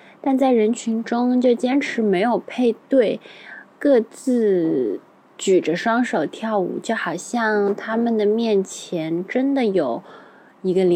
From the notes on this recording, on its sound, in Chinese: 与我们远程连线，带我们在上海迷人的街道与社区中完成了一场漫长的即兴行走和聊天。本期节目是我们第一次尝试室外录制，音效不是很理想。